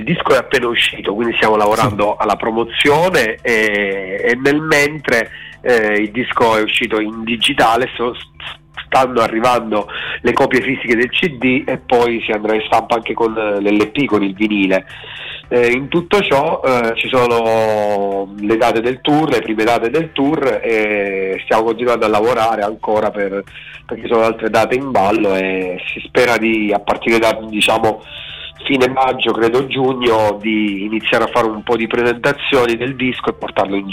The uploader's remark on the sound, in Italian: INTERVISTA TELEFONICA